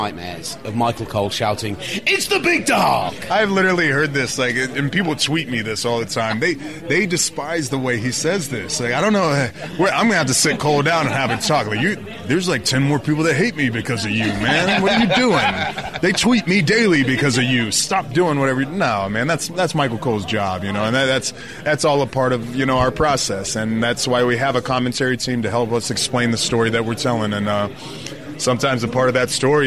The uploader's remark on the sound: Recorded in a bar in New Orleans.